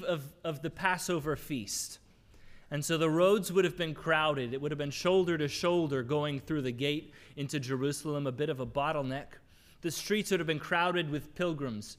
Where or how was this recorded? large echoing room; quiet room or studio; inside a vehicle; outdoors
large echoing room